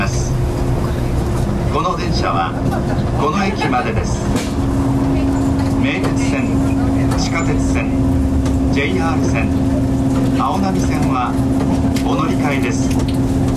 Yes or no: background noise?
yes